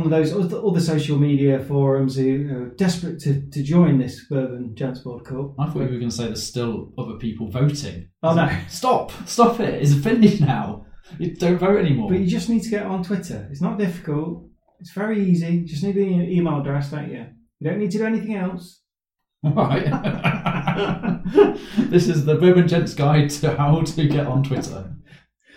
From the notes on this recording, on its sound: We don't know why this episode sounds like we recorded in a tunnel. Normal sound quality will return next time we hope.